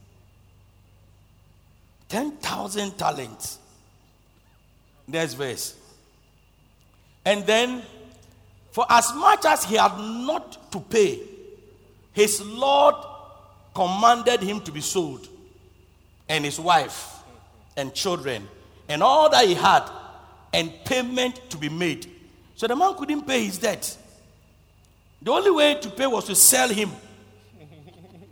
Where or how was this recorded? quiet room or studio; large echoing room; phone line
large echoing room